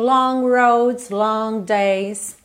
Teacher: Eu chego a imaginar que eu vou fazer um G aqui, eu sinto na minha laringe que eu estou formando esse G, mas eu não, che não chego a finalizá-lo